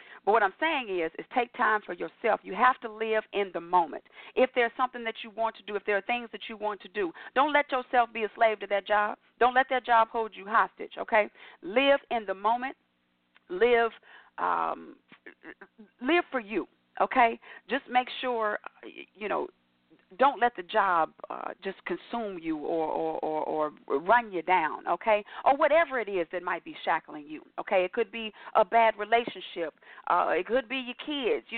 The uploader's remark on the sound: your phone calls, comments, questions